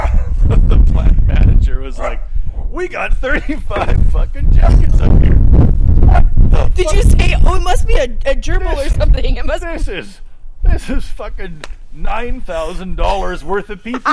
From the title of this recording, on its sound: The Windy, Outdoor Edition